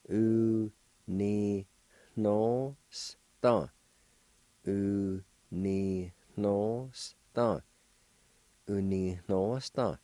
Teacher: The second N in this word is nasalized. Not the first one, but the second one.